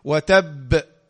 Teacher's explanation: باء حرف مشدد موقوف عليه مع القلقلة الكبرى